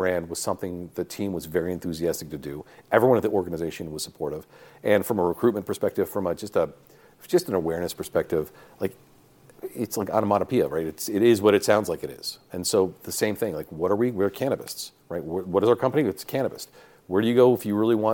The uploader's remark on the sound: live from MJBizCon in Las Vegas